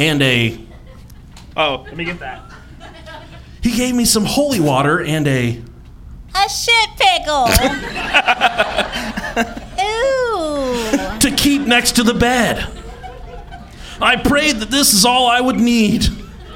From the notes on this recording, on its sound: This is a special recording from our live show in Indianapolis.